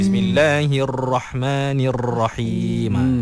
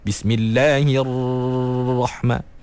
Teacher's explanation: Okay, pertamanya okey, ha baris bawah tu nak masuk dalam ra tu. Ra tu jangan bergetar banyak sangat. · Shown in: second take · Term: sifat takrir